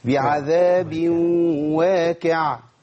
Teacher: وفي ناس يضيع القاف خالص وخلاها كاف